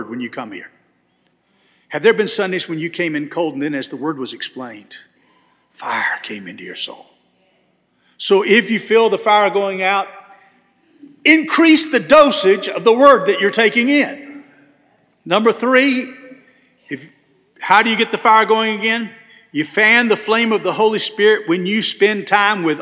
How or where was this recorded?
large echoing room